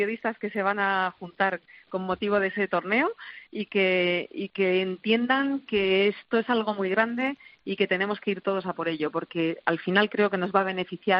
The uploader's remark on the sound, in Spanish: Hablamos por teléfono